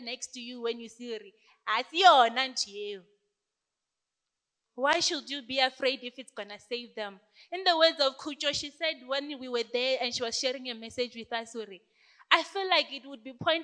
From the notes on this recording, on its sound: This sermon was preached during the youth takeover Sunday